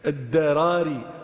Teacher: كذلك هنا ضراري، أوه لا لا لا قبيحة. الدراري الراء مفخمة والدال مرققة